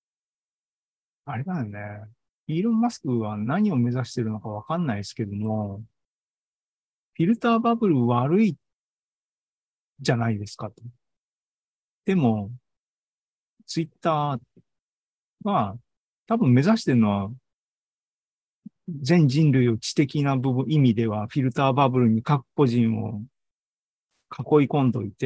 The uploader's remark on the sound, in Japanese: ２０２３年７月２９日に開催した ZOOMライブの模様です